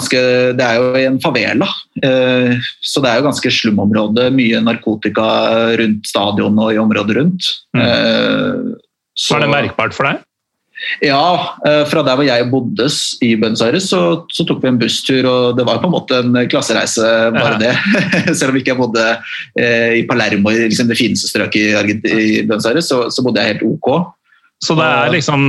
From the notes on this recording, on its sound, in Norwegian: Tar seg en Zoom-prat.